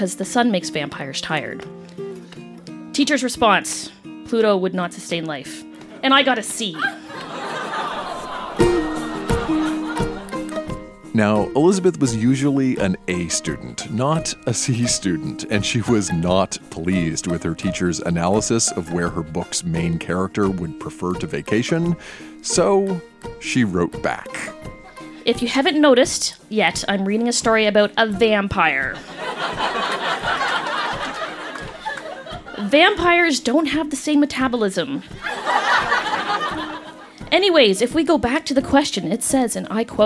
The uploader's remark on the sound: Recorded live at Yuk Yuk's in Ottawa, ON.